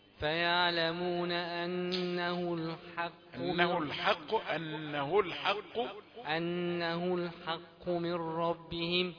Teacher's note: وأما حاء رقيقة ما تخليهاش حاء مفخمة تقول الحق. لا مش الحاء القاف هي المفخمة.